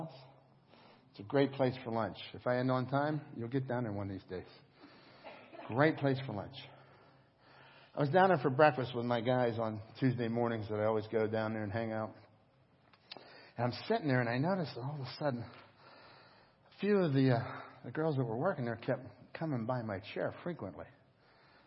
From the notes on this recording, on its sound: Crossroad Ministries Live Service